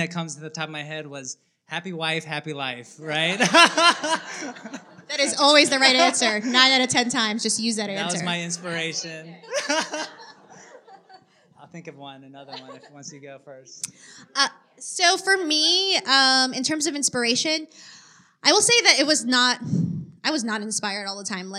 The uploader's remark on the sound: The audio from our debut live event at CoCoTiv Coworking. The audio from our debut live event at CoCoTiv Coworking.